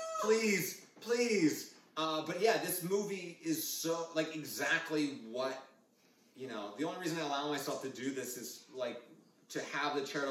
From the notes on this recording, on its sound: The audio isn't the best, my apologies.